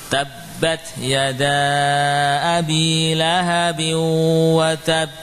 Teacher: Ya, tertahan sebentar. Qalqalahnya tidak langsung bunyi, namun tertahan sesaat.